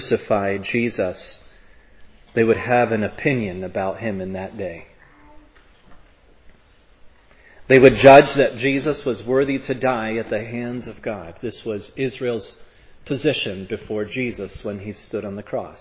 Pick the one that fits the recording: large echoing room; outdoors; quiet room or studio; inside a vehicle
large echoing room